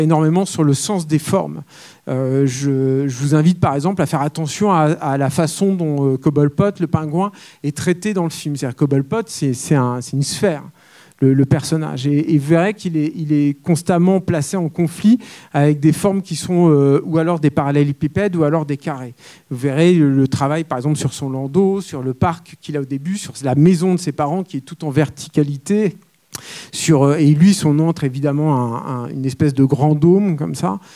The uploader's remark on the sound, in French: La captation de cette présentation a eu lieu le 25 septembre 2021, lors de la projection de BATMAN LE DÉFI à LA SÉANCE CAPTURE MAG qui s'est déroulée au Club de l'étoile.